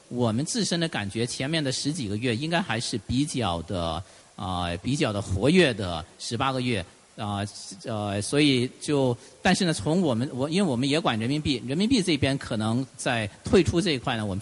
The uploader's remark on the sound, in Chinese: 中國股權投資大會錄音。